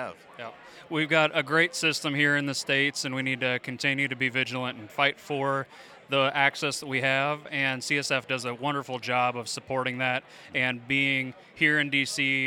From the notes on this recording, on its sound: Recorded LIVE From The CSF Banquet. Comes to you from the floor of the Congressional Sportsmen’s Foundation banquet.